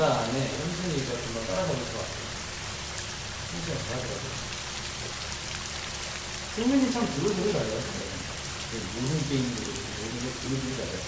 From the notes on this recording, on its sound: Talking for around 7 minutes +rain sound. Asmr.